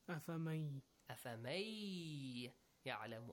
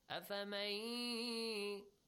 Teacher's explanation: So the ya is doubled, noon is omitted. So meme is joined to the ya. · Term: qa'idatul idgham